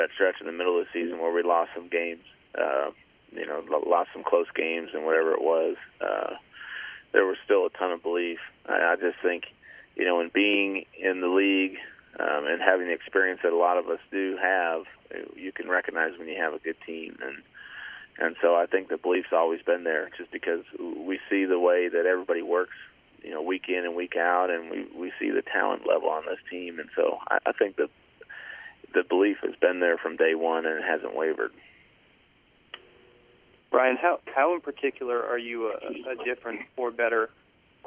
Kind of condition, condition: link, phone line